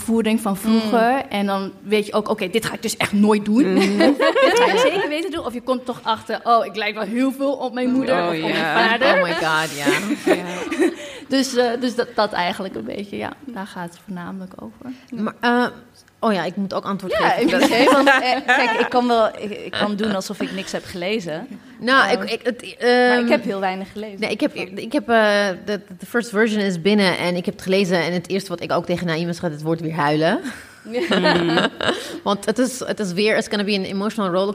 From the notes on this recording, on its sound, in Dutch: Liveshow Podcastfestival De Goede Mama. Tijdens een van de twee liveshows.